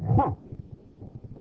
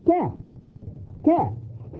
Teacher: It's called ha, but it's in the throat and it affects the A sound · Shown in: first take